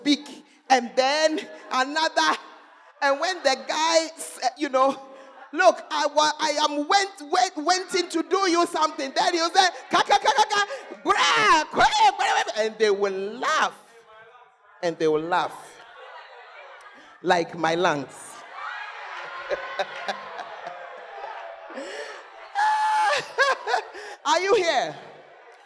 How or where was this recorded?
large echoing room